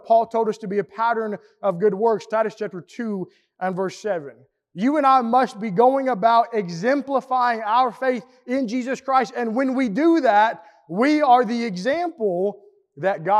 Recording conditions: large echoing room